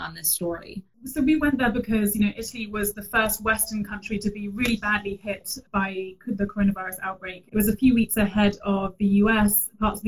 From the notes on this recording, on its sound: Today’s episode is adapted from an Instagram Live interview